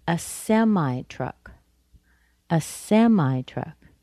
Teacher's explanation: Semi is stressed because a semi-truck has a special meaning, a specific kind of truck.